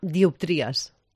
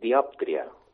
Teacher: Ostres, diàptria. La síl·laba tònica sobre la O. · Shown in: second take